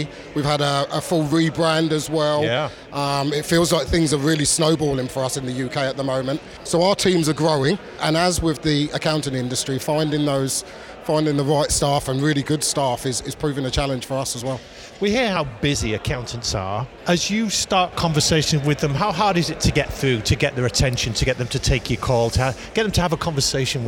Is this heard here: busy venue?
yes